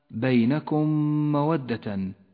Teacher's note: أدغمت الميم الساكنة بالميم المتحركة، نتج منهما ميم مشددة لونت بالأخضر لأنها تغن بمقدار حركتين. · Term: إدغام شفوي متماثل